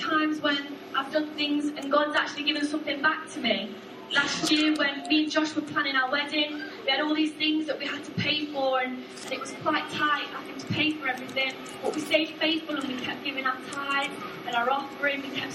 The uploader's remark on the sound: Arena Church Ilkeston